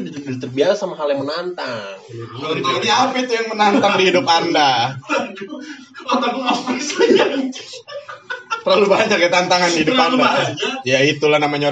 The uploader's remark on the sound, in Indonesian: First impression yang sangat buruk dan ancurrr karena pertama kalinya duel sama mic.